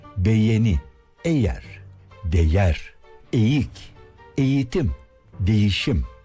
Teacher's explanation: Yumuşak G'yi yerinde Y varmış gibi söylüyoruz.